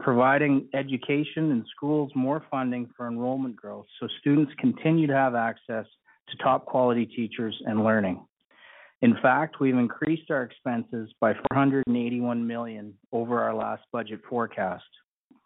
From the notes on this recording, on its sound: Budget 2024 Telephone Town Hall, Northern Alberta. Northern Alberta Telephone Town Hall to discuss Albertans' priorities for Budget 2024.